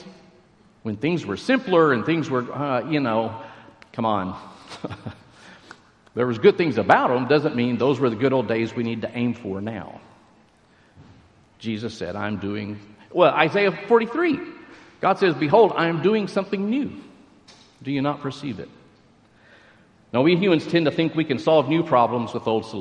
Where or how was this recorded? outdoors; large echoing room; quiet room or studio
large echoing room